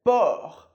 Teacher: Perceba que o R é o R da garganta